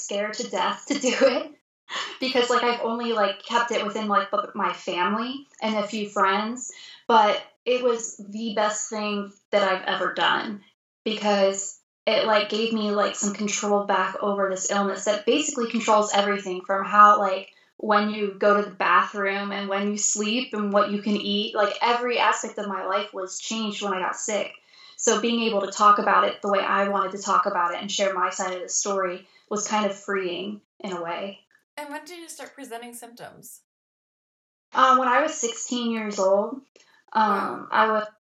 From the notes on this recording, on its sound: Our Skype call was internet cursed